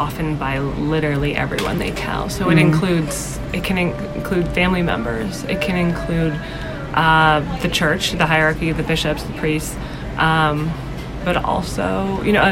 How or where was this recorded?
busy venue